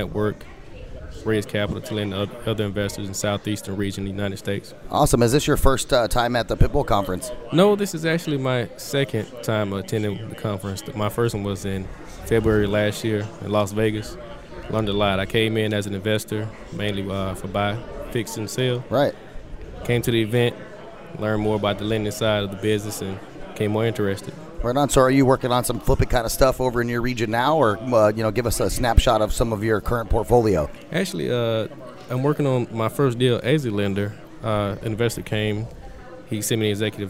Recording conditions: busy venue